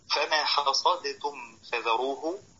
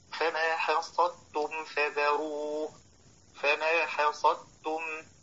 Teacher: فلو قال فما حصدتم فذروه لكان من اللاحنين، والصواب أن يدغم الدال في التاء · Shown in: second take